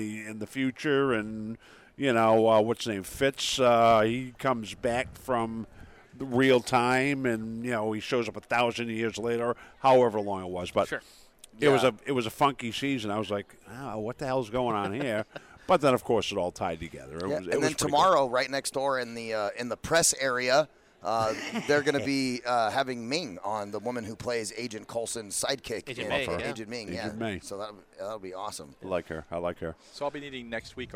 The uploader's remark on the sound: Finding Your Frequency Live from Phoenix Comic Fest 2018.